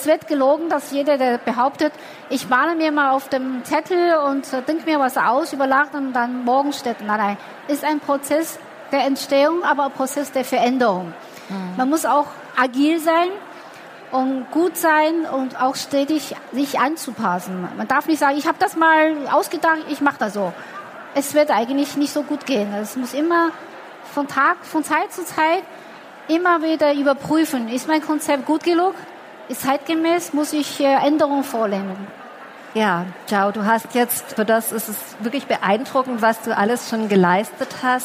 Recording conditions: busy venue